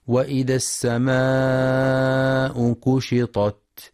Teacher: ينتبه القارئ لمد السماء مدا متصلا بمقدار 4 أو 5 حركات